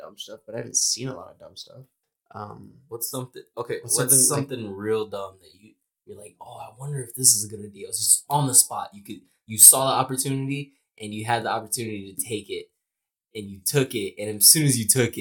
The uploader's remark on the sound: this episode was recorded on the old mics